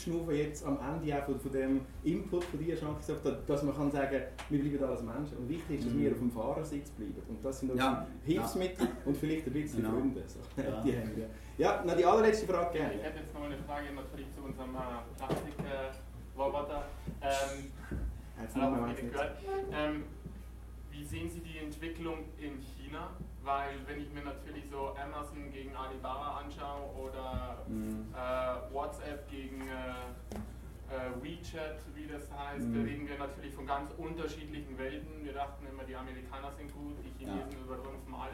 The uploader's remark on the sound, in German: Prakriti Unternehmerfrühstück LIVE AUFZEICHNUNG. Eine Liveaufzeichung des Prakriti Unternehmerfrühstücks. Die über 30 Investoren und Unternehmern durch einen interessanten Morgen mit wechselnden Gästen führt.